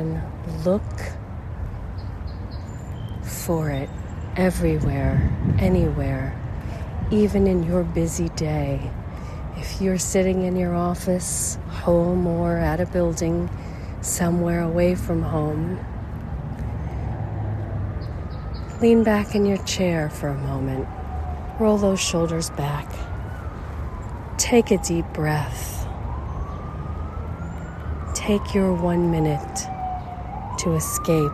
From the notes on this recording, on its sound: Along the Schuylkill River, Philadelphia, Pennsylvania, USA. This is a special on location Walk and Talk of our Mindfulness Summer Tour 2022.